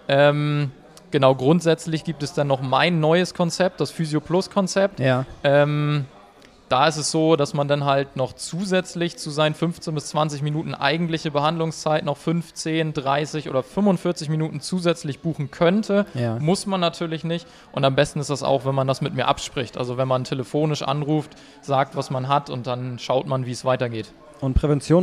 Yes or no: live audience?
yes